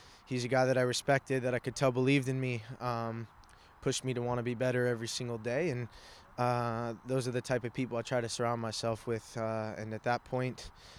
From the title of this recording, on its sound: Live From The Combine